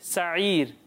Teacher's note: سواد کو پر پڑھنا ہے لیکن سین کو پر نہیں پڑھنا باریک پڑھنا